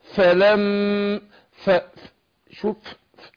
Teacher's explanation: الفاء بتخرج من بطن الشفه السفلى مع اطراف الثنايا العليا